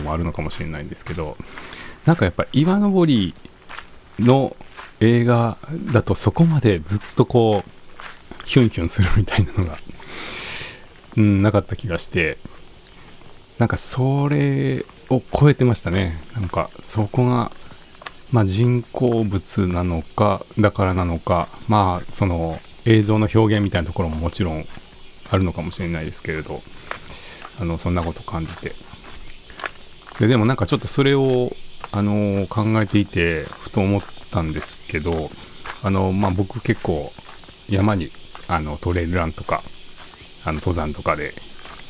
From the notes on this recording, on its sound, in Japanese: 公園や森の収録。015夜の公園はヤンキーよりもセミが怖い。